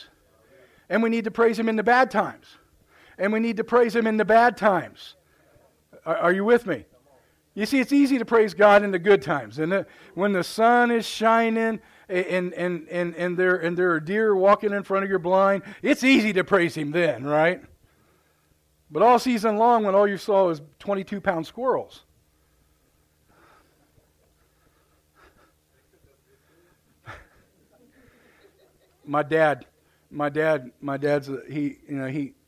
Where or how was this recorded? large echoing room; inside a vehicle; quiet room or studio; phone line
large echoing room